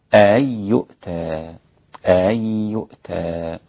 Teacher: ابن كثير بهمزتين مفتوحتين مع تسهيل الثانية دون إدخال